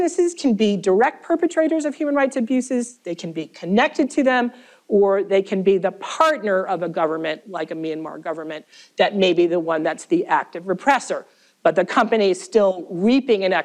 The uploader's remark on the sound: This event was the keynote lecture for the Minnesota Law’s Human Rights Center Day.